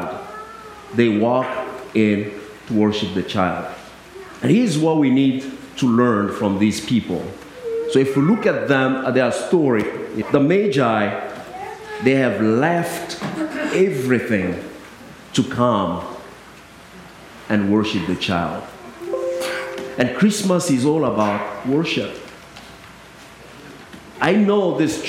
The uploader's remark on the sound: I delivered on December 23rd at both United Methodist Churches in Harris and Lake Park.